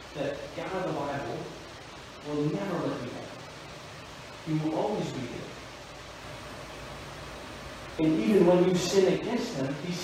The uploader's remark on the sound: We apologize for the poor audio quality.